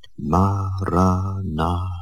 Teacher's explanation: And I suggest that you articulate it in your mind, silently, with equal stress on each of the four syllables.